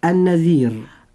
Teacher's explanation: الراء في كلمة النذير راء مرققة لأنها ساكنة وقبلها حرف لين وقبله مكسور